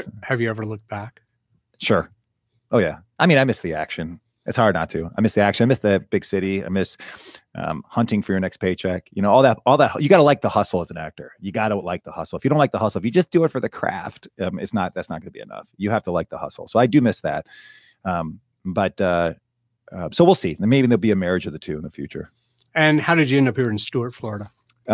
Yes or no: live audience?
no